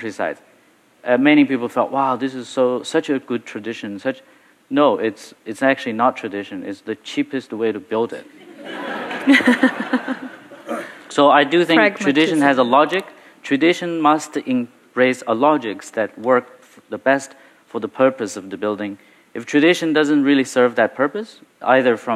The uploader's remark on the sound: share a panel at the Getty Center